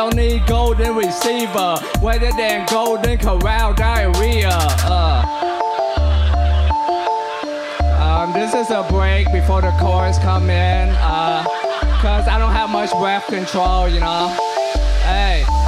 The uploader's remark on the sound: Recorded live at Late at the Lake, at Mozart's Coffee Roasters in Austin, Texas on Tuesday, July 12th, 2022.